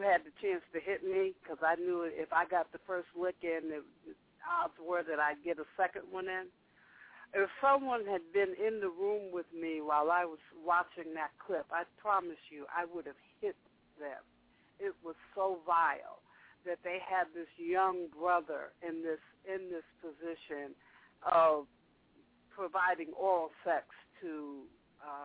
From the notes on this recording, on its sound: opens up the phone lines